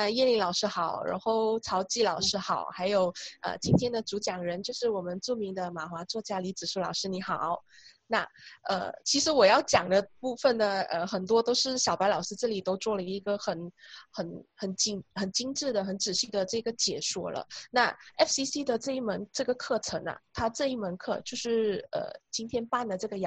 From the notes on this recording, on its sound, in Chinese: 地點：Zoom會議室